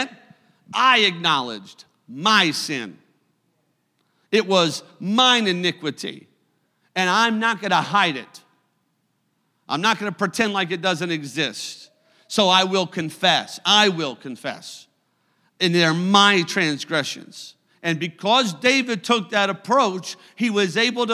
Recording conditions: large echoing room